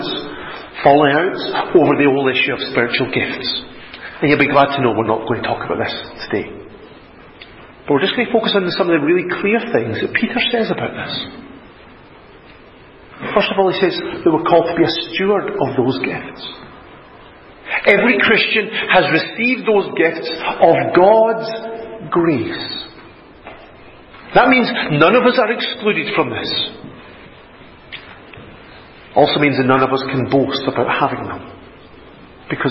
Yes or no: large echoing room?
yes